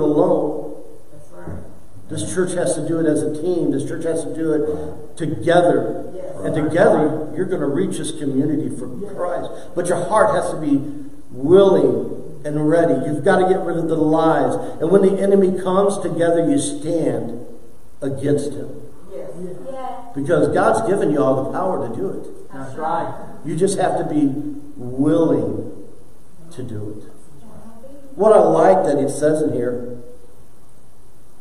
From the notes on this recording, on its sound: preached for the first time in church